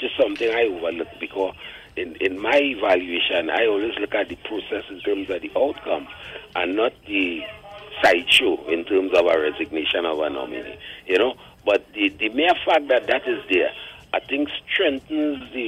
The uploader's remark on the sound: During this hour we take calls from our audience